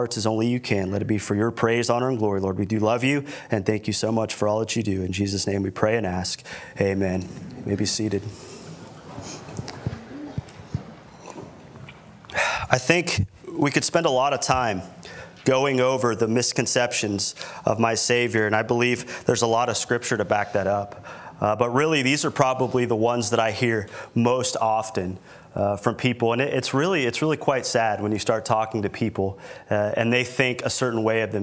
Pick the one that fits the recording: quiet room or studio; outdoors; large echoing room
large echoing room